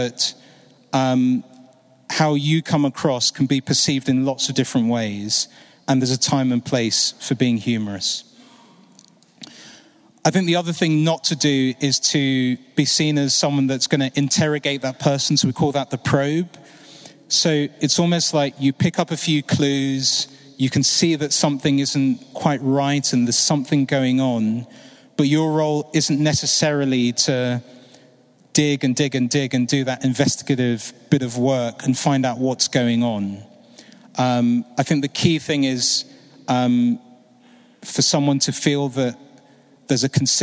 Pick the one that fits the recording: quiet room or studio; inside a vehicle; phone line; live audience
live audience